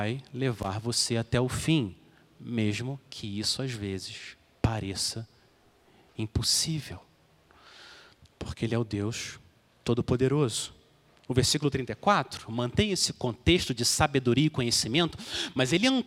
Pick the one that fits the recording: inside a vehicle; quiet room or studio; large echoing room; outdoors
large echoing room